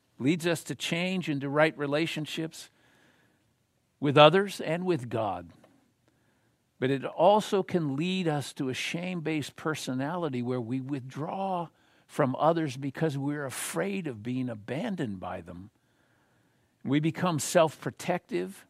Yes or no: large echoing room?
yes